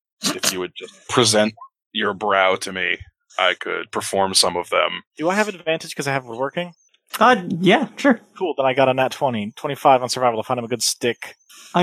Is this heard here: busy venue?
no